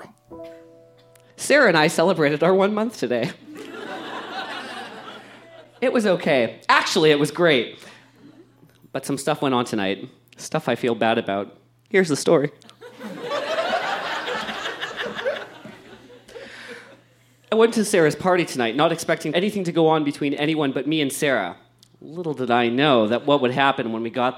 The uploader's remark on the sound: Recorded live at The Tranzac Club in Toronto, ON.